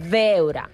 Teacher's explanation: al País Valencià, la B baixa sí que es pronuncia veure, marcant com la B baixa amb els llavis.